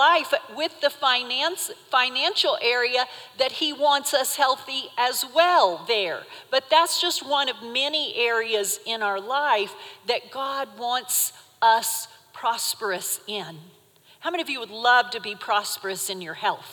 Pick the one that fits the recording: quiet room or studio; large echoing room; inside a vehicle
large echoing room